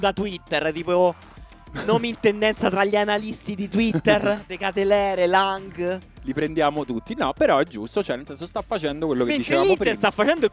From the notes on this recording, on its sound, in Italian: Live dal campo di Hic Sunt Leones per la No Border Cup